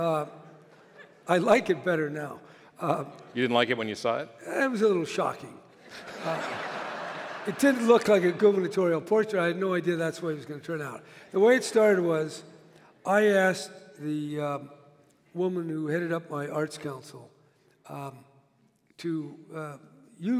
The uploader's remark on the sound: (LIVE in San Francisco). Recorded at the Herbst Theatre in San Francisco.